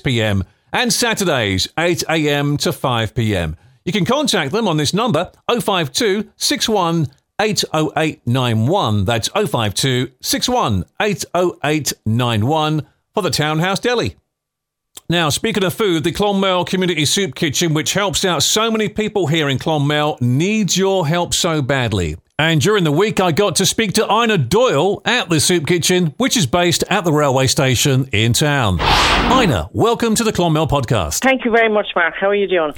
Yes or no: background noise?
no